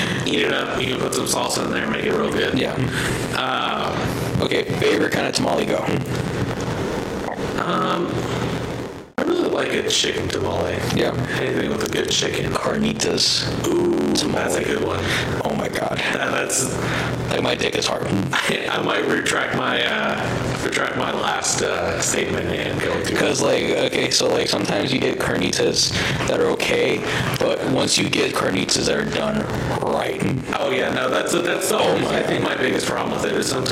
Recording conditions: poor sound quality